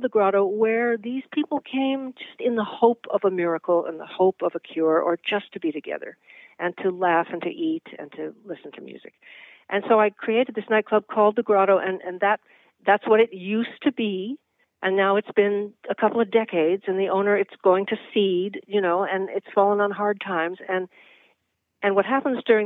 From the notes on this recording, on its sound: hop on the phone